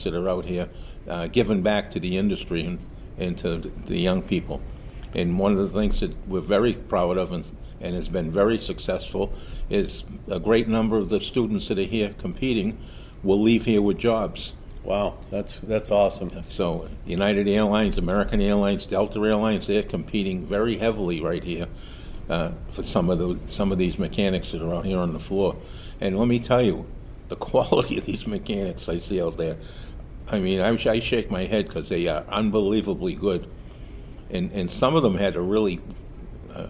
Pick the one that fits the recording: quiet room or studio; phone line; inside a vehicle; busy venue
busy venue